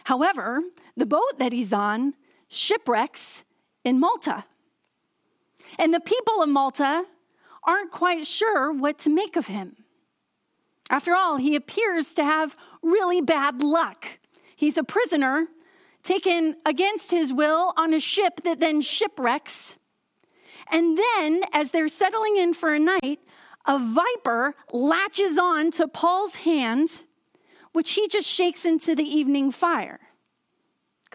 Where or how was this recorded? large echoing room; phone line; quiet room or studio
large echoing room